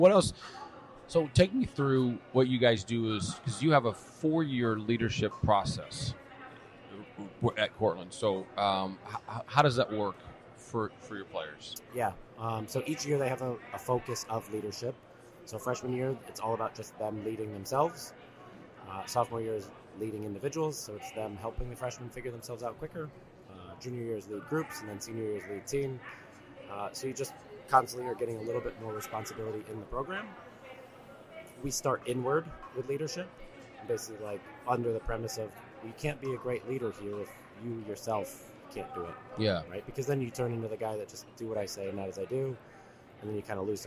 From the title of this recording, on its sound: Live from the USC Convention